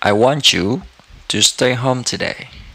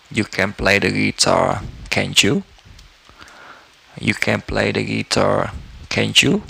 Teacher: when a word ending with the T sound and the right after word beginning with the Y sound, and then you can link them together for easier pronunciation to say the sound Ch.